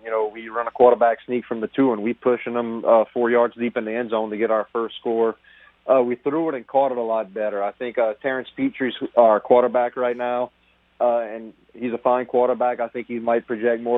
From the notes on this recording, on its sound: We also go to the phone lines. We then hit the phones again.